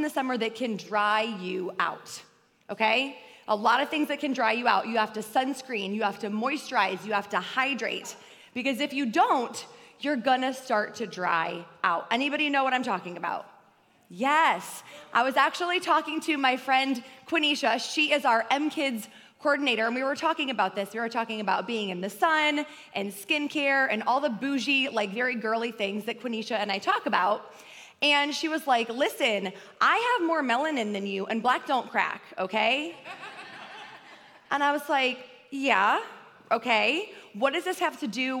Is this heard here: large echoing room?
yes